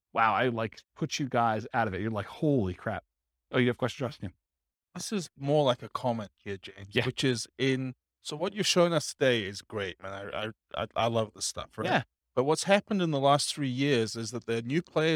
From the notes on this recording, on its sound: This was a live class recorded